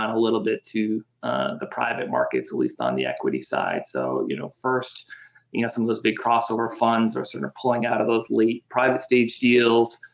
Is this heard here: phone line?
no